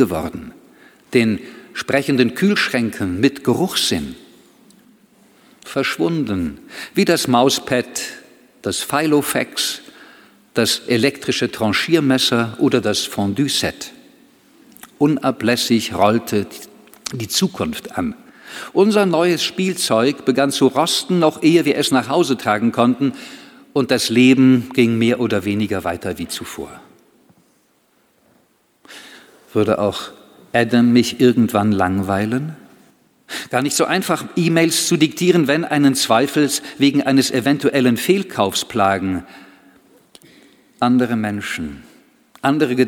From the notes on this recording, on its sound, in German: in der großen Aula der LMU München in englischer Sprache aufgezeichnet.